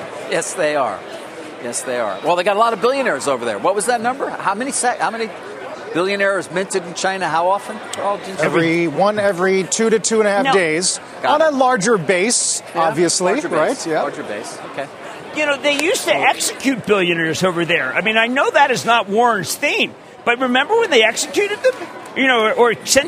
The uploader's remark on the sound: live from the Air Force Academy in Colorado